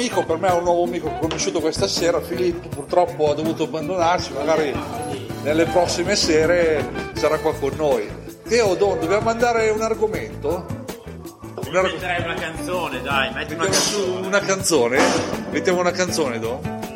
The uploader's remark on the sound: LIVE SHOW FROM PIZZERIA IL MAGGIOLINO-(Piacenza-City).